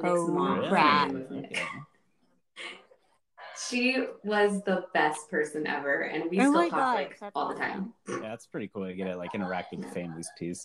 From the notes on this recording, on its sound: Trust that we are not actually cutting her off - we'll work out these kinks in time!